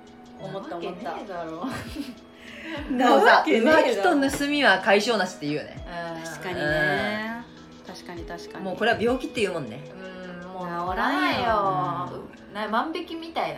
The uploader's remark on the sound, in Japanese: 今回は宅飲みしながらの収録会って話してるのでいつもよりうるさいです